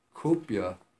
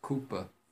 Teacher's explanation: So the Y gets assimilated to the P. · Shown in: second take · So it becomes kupa.